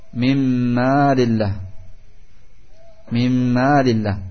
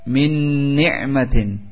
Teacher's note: Secara sempurna nun sukun dan tanwin lebur ketika menghadapi nun ataupun mim, yang disebut oleh sebagian para ulama sebagai idgham bighunnah kamil.